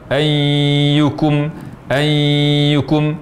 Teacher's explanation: mengucapkan huruf ya bertasydid disertai dengan gunnah, yaitu suara yang keluar melalui rongga hidung.